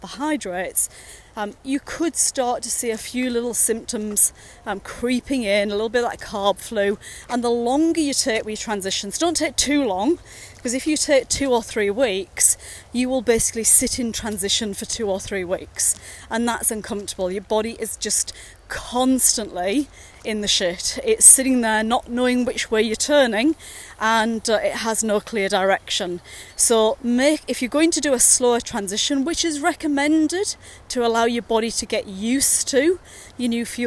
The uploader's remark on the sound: Dad bod walking is a series of short podcasts recorded during daily walks with my business partner.